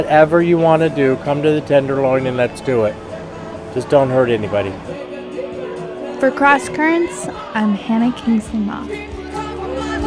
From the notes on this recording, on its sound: Queens of the Tenderloin at Aunt Charlie's Lounge. We go to Aunt Charlie's Lounge, a Tenderloin institution that's one of the oldest gay bars in San Francisco.